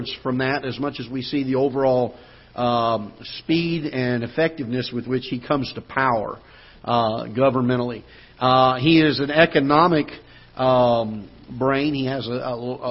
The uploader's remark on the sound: Ketha Heights Baptist Church ~ Live Broadcast